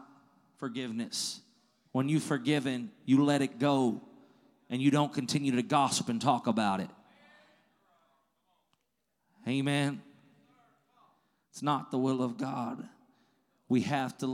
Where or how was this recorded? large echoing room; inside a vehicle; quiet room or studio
large echoing room